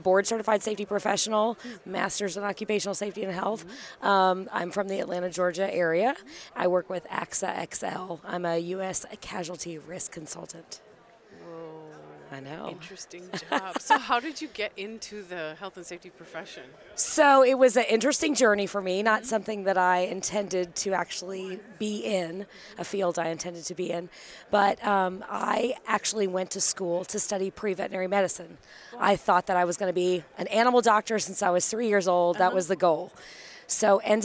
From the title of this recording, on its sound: Live From NSC 2023